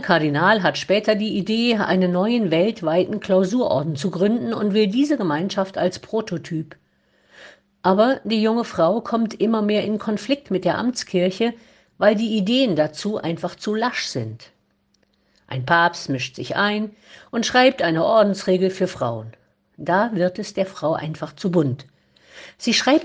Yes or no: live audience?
no